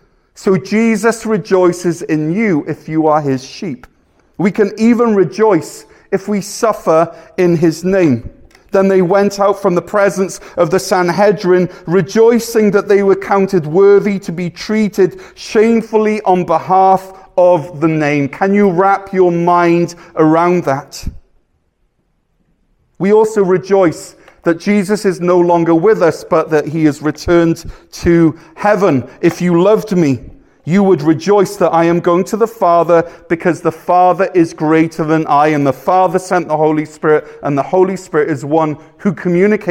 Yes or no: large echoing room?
yes